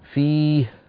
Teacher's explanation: هل سمعتم بعد الياء شيئا؟ لأني باعدت بين الوترين فخرجت كمية كبيرة من الهواء وتدفقت ولم يخرج صوت هاء واضح